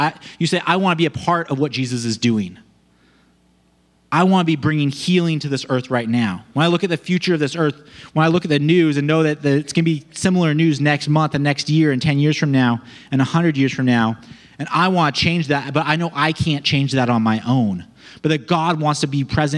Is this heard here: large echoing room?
yes